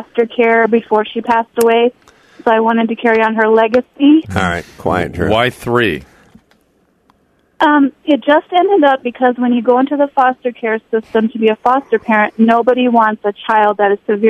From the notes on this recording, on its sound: turn to the phones and speak to a variety of callers